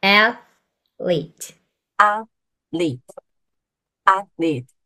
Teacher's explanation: これは TH の音だから、そんなスとかはない。